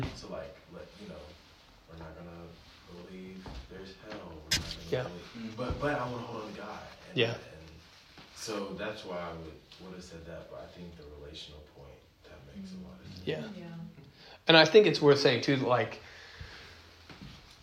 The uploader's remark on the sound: This recording is from a recent Christianity 101 class at King's Cross Church.